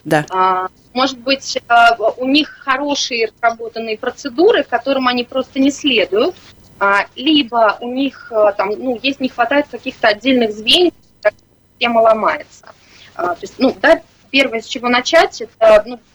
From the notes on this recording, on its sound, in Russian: В эфире программы «Открытая Кухня» созваниваемся